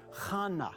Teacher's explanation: we're just taking the H sound and giving it a guttural CH sound